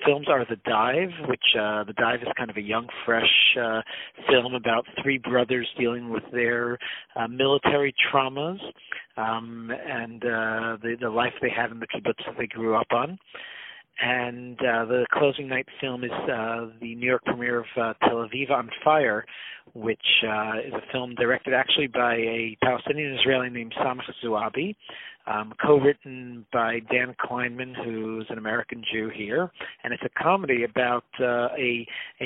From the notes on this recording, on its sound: On the phone